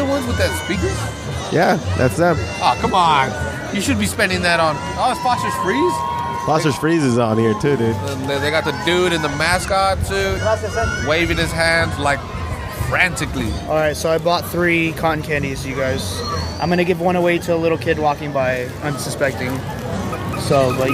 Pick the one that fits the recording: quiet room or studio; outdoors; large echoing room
outdoors